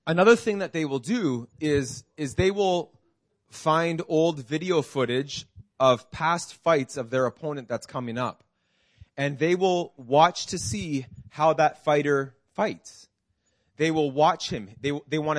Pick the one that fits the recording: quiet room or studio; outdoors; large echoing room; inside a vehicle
large echoing room